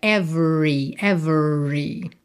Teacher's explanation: o E do meio não é pronunciado. Então você vai do V direto para o R.